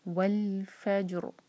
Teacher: ان آیتوں میں روز ول لام پر قلقلہ نہ ہو، زبان لام پر لگی رہے. ول فجر فا لائٹ جیم پر قلقلہ اور را ہیوی پڑھیں گے کیونکہ فا کی پر فتح ہے